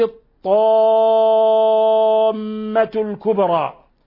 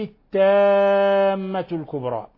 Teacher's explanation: أبدل حرف الاستعلاء وحرف الإطباق بحرف التاء وهو حرف الاستيفال. أيضا هو غير المعنى، لأن الطامة هي اسم من أسماء يوم القيامة والتام من التمام.